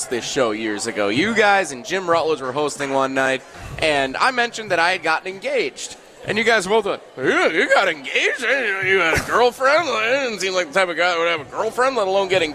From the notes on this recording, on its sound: live from the Great Dane